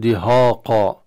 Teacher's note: يفخم الهاء مع الألف جريا على قاف مع الألف جاورتها، فيفخم الهاء مع الألف كذلك، وهذا طبعا كله من أخطاء التجويد الشائعة عند بعض الناس.